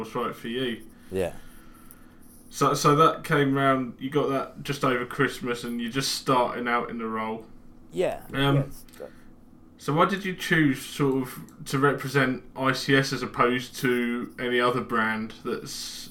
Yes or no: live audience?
no